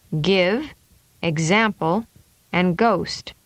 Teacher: This is a voiced sound. The back of the tongue comes up and touches the roof of the mouth. Air is built up and stopped by the back of the tongue. · Term: G sound